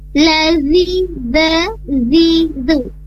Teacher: makhrajnya atau tempat keluar huruf za itu berada di ujung lidah, ditempelkan pada ujung gigi seri atas.